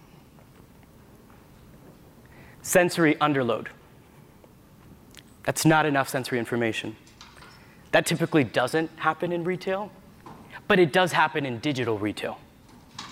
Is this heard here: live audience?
yes